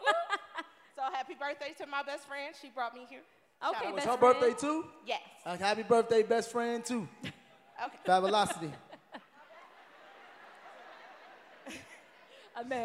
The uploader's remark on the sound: LIVE IN DETROIT! The Dead Ass Live Podcast Tour stopped in Detroit and the D showed us love!